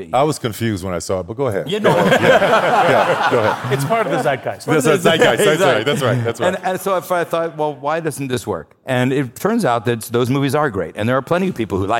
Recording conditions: live audience